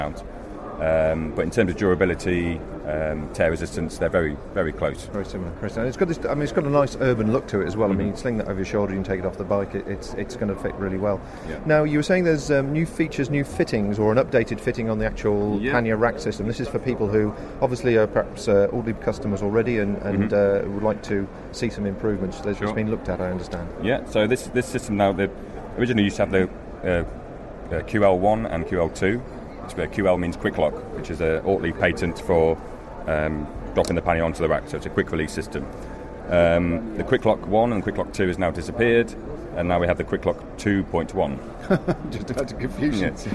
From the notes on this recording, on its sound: recorded at the recent Outdoor Show in July 2014 at Friedrichshafen in Germany